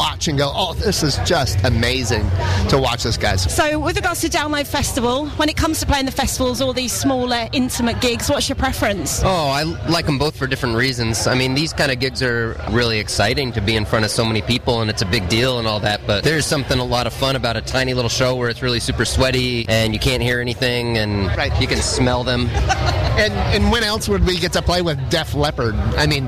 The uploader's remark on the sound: backstage at Download Festival 2019